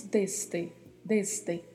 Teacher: é o E mais fechado e o S com um som bem marcado de S mesmo